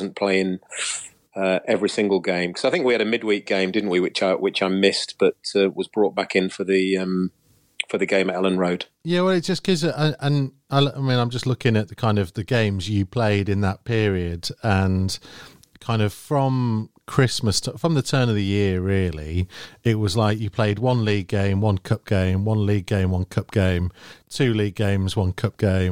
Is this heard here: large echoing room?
no